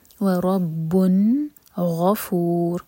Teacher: پتہ لگتا ہے یہاں پر ہمیں اظہار کرنا ہے وَرَبٌ غَفُور غَيْن ہیوی اور اینڈ میں رَو ہیوی